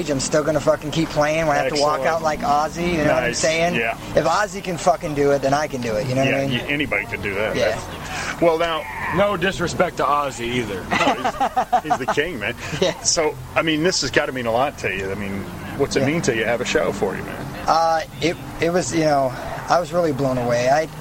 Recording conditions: busy venue